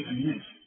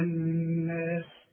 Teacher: النون المشددة لازم تغني بمقدار حركتين · Shown in: second take · ما تقولش الناس يا أيها الناس، لا الناس.